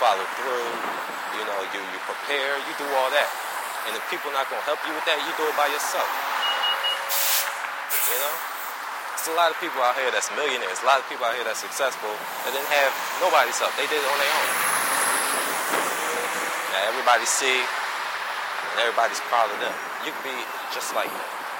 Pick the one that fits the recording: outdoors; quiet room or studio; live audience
outdoors